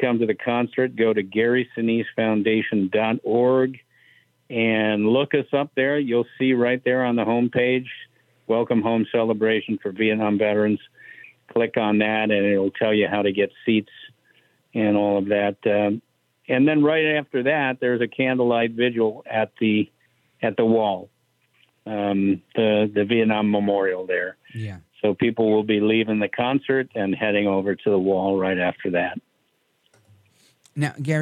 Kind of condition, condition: link, phone line